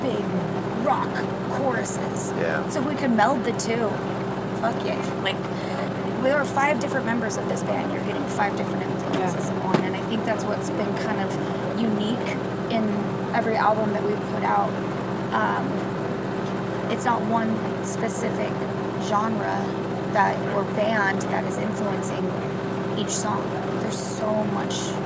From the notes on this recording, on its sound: We had a few minutes to kill just outside of the venue. With a little background noise I was still able to have a quick chat.